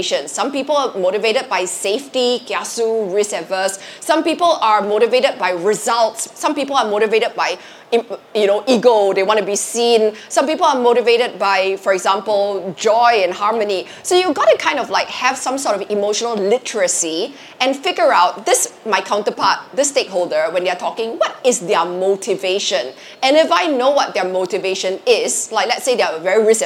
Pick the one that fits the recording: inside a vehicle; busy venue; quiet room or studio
busy venue